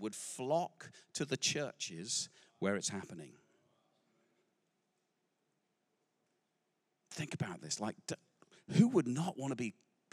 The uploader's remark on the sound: Recorded live at Life Church Lancashire.